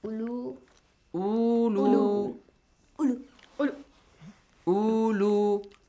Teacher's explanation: But you gotta pronounce it without wow at the beginning.